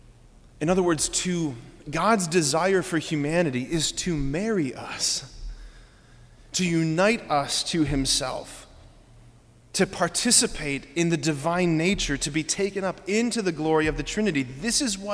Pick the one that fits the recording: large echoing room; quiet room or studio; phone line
large echoing room